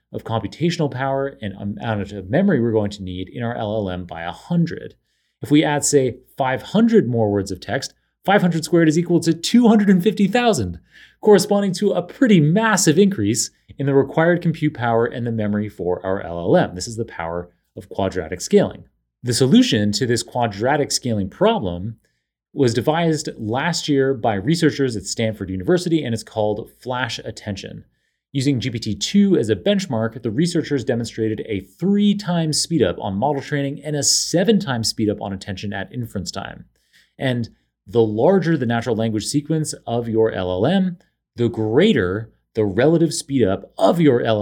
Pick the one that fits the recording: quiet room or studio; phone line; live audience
quiet room or studio